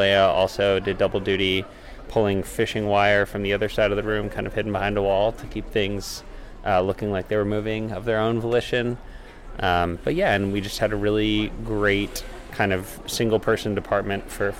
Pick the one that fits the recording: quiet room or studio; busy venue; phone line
busy venue